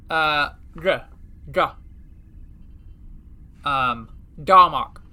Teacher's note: Capital D in Klingon sounds similar to the English duh, but said at the tip of the tongue further back in the high roof of the mouth